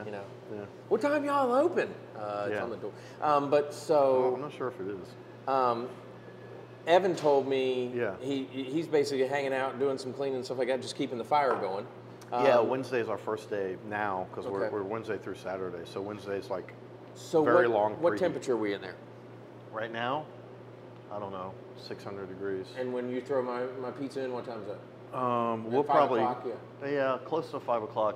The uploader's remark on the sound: Filmed on location at his restaurant: Mission Pizza Napoletana. Located on 707 Trade St NW #1430 , Winston-Salem, NC.